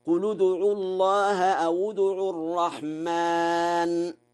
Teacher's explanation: قرأ ورش بضم لام قل وواو أو، وذلك في حالة الوصل، فيقرأ هكذا: قل ادعوا الله أو ادعوا الرحمن.